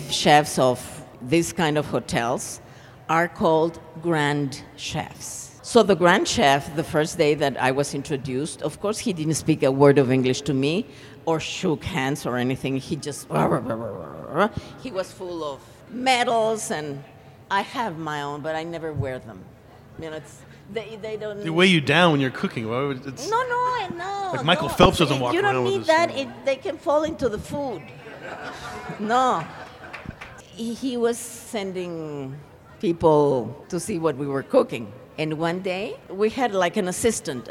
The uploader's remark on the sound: a presentation from the 2016 Tucson Festival of Books